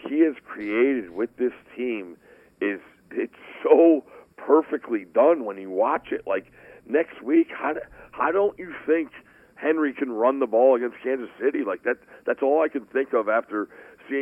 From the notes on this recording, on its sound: called in from New Orleans